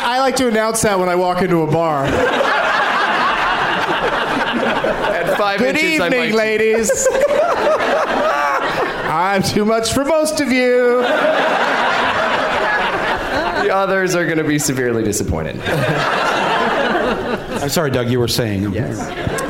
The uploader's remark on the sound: Live from Michigan's Traverse City Film Festival